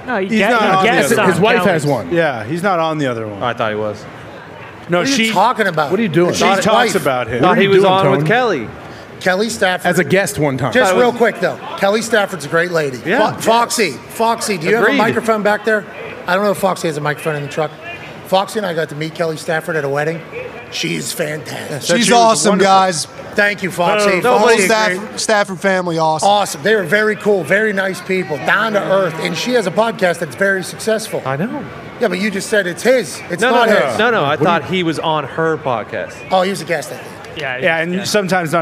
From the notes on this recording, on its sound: Live from the Texas State Fair in Dallas ahead of the Red River Rivalry game between Oklahoma and Texas. LIVE on set.